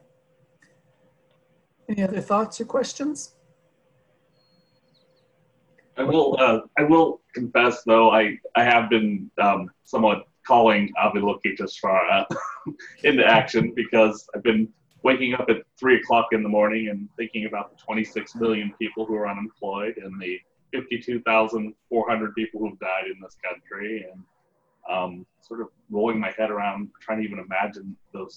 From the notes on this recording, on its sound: Dharma talk via Zoom